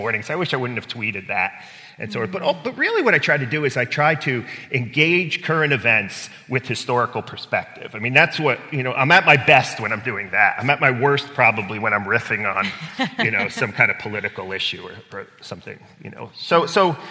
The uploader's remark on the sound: Live at Messiah College Educator's Day. The Office of the Provost at Messiah College surprised the faculty at their annual Educator's Day with a live recording of our podcast.